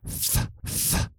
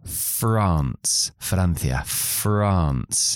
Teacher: la F es a lo que llamamos labio dental. Yo clavo mis dientes en el labio de abajo y hago f, f, digo France, Francia, France.